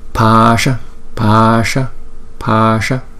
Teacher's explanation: Chữ A là hai nhịp, chữ S là cong lưỡi lên, đọc cái phần palatal, palatal là gần cái cuốn họng á, chứ không phải là trong cuốn họng nha, gần cuốn họng ra ngoài một chút.